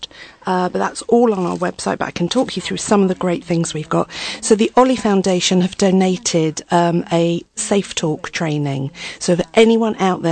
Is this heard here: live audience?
no